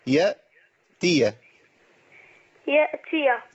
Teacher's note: نيجي عند الهمزة أما تكون ساكنة ونقطع الصوت